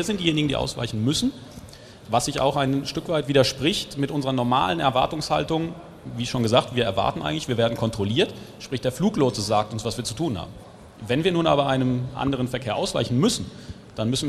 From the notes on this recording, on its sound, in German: Podiumsdiskussion auf der AERO 2019 zwischen Fluglotsen, Vertretern der Airline-Piloten und Vertretern der Allgemeinen Luftfahrt.